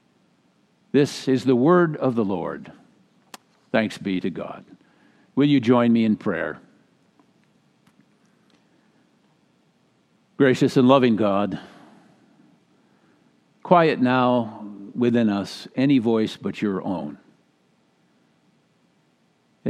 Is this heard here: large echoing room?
yes